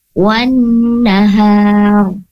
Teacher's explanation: ro-nya di sana ditebalkan karena dia tafkhim atau tebal